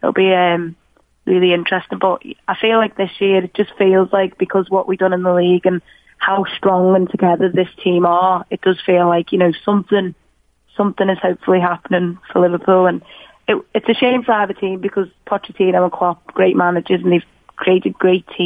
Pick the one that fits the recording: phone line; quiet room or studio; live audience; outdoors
phone line